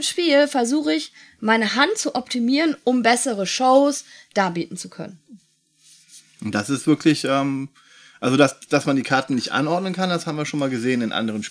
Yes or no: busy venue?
no